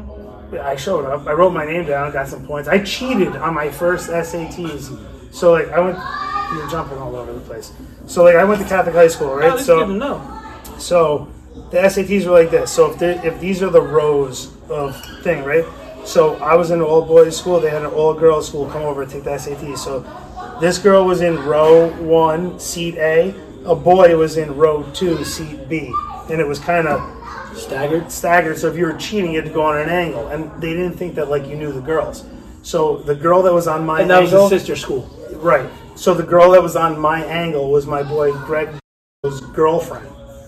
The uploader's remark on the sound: Snuck a 'Kast in mid Birthday Party this week. A little more background noise than usual but it's all good.